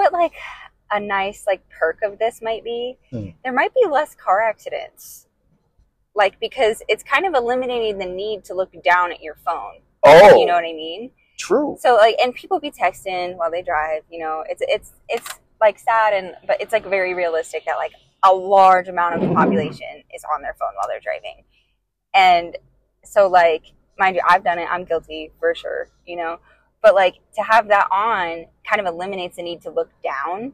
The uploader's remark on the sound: On tHe RoAD. Sorry about the audio guys it was our first try.